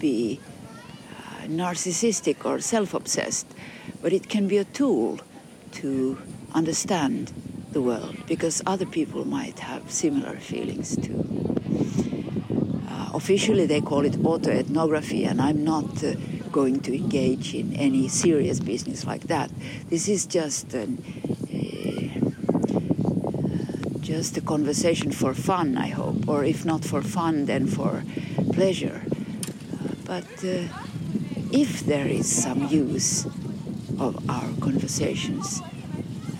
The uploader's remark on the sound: a series of conversations recorded with a pine tree in Kaivopuisto Park in Helsinki in 2023